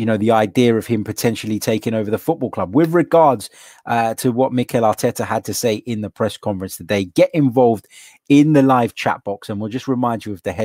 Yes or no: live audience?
no